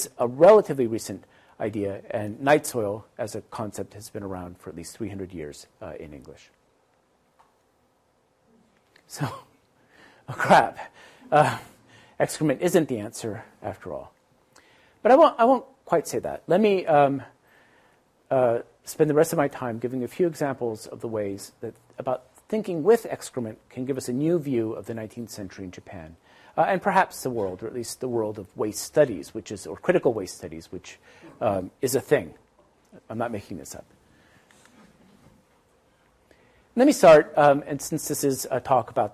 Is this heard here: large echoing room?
yes